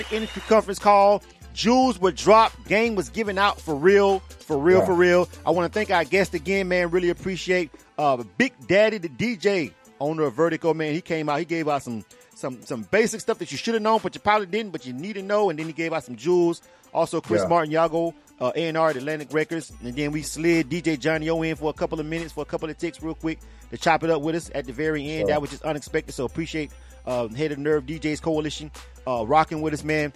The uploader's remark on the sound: The Music Industry Conference Call